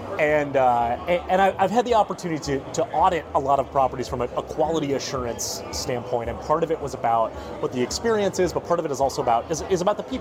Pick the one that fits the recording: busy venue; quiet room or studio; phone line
busy venue